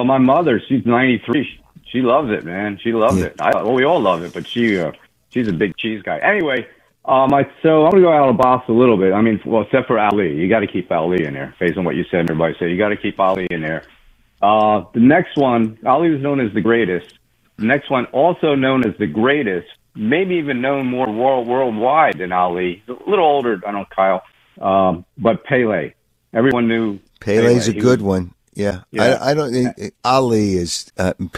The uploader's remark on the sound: We take your phone calls on who the best 3 athletes of all time are.